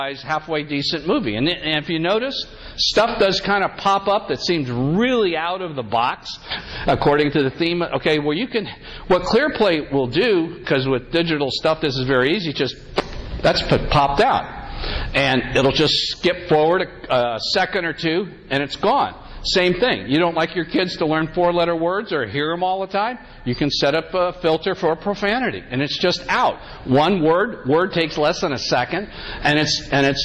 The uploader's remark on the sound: Today’s episode is a recording from a talk. At a Catholic Men’s Conference.